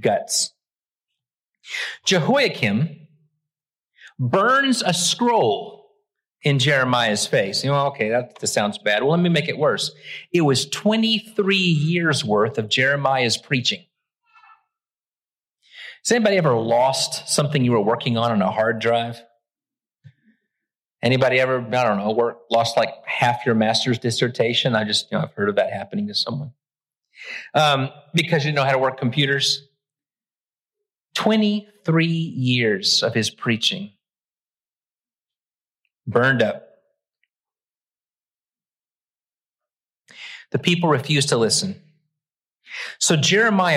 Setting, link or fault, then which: setting, large echoing room